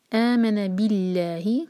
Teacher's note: اللہ تعالیٰ کے نام میں جو لام جلالہ ہے اس کو لائٹ پڑھیں گے کیونکہ اس سے پہلے با پر کسرہ ہے